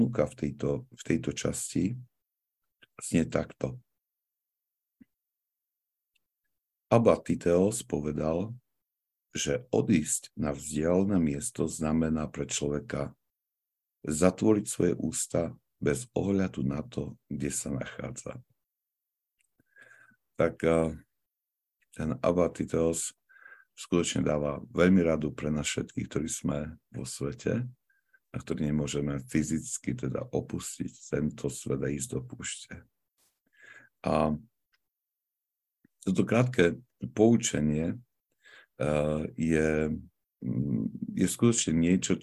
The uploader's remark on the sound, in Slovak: pravidelné online stretnutia prostredníctvom ZOOM